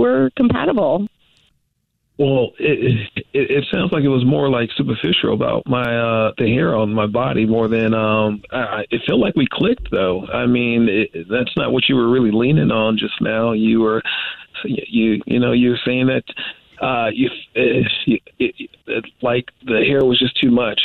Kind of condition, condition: link, phone line